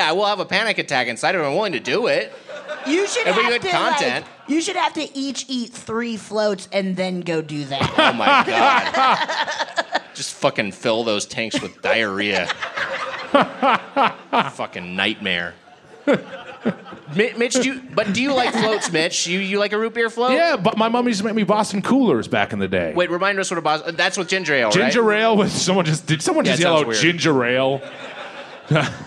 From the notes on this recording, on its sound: Recorded Live at Wiseguys Comedy Club in the before times (March 10, 2020).